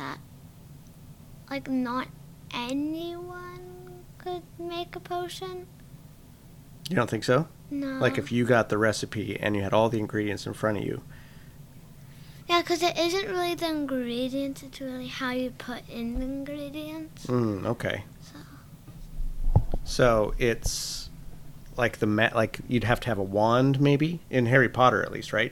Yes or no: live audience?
no